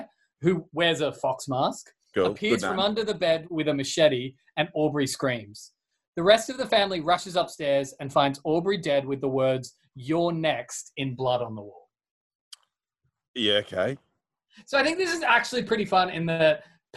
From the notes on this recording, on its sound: Separate but together (via Zoom)